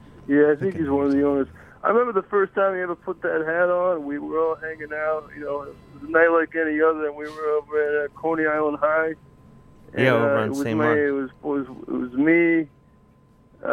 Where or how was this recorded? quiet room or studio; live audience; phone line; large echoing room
phone line